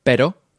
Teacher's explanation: So just one quick R, like roll.